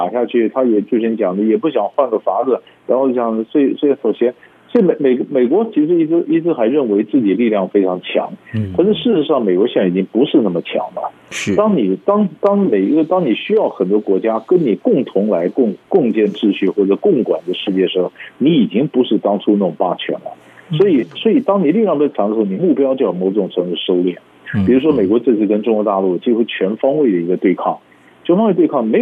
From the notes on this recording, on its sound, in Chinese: 連線訪問